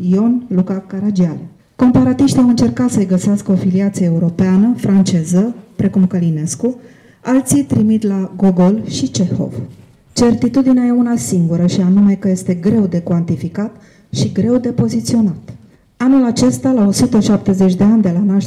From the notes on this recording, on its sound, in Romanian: Înregistrare live din sala AGIR, București.